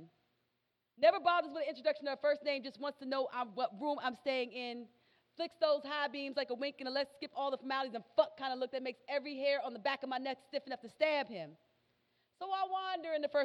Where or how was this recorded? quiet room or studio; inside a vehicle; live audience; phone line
live audience